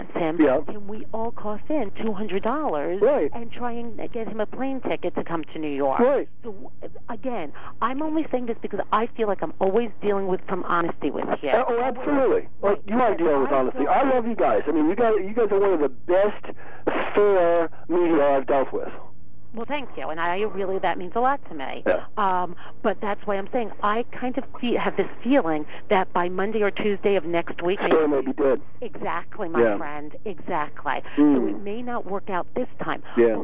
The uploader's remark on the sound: This episode is that phonecall interview. “phoner” interviews (i.e., by telephone).